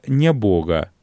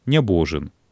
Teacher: Гук «г» назоўніка пры змененых фанетычных умовах рэалізуецца ў гуку «ж» вытворнага прыметніка.